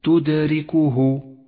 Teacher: لاحظ صفة القلقلة لحرف الدال في كلمة تدركه تدركه لون حرف الدال باللون الأزرق الفاتح إشارة إلى صفة القلقلة · Term: قلقلة صغرى